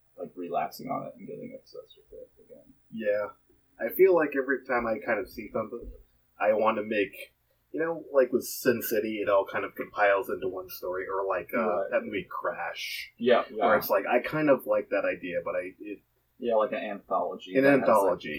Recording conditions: poor sound quality